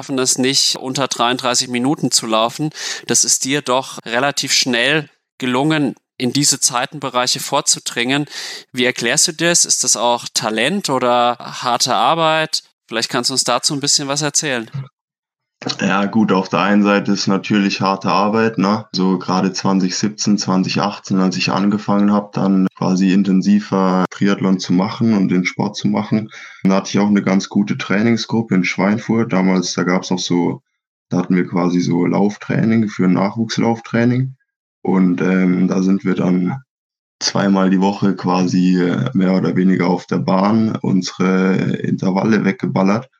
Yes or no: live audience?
no